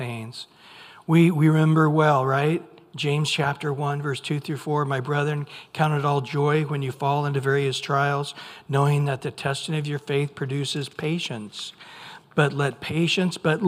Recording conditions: large echoing room